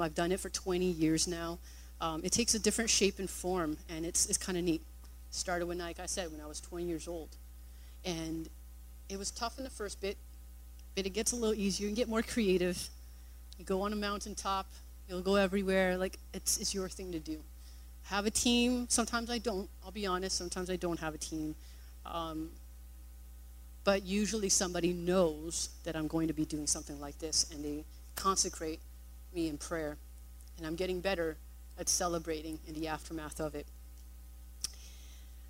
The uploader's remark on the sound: Recorded on August 20, 2017 at THRIVE Church Richmond, Canada